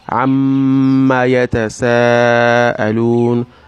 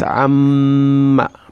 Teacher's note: Because the mimun there is carrying a shadda. So therefore, it's very necessary for you to add the gunna.